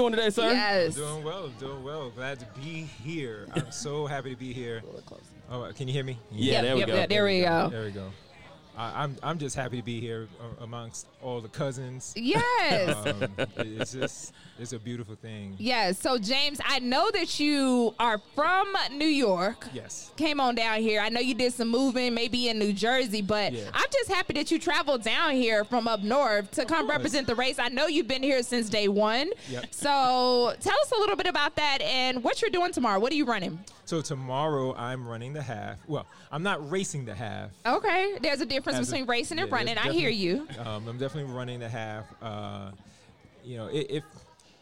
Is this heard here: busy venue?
yes